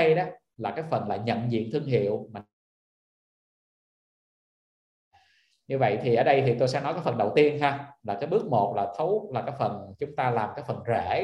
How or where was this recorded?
video call